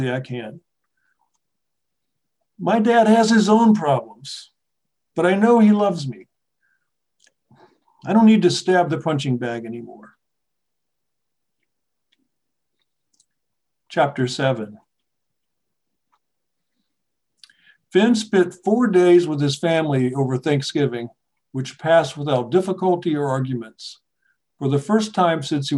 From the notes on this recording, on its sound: This episode features the audio from one of our recent webinar presentations.